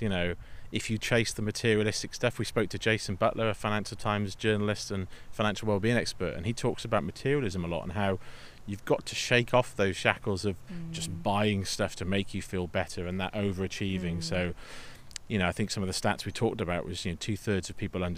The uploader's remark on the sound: on a mindfulness walk, outside in the Welsh countryside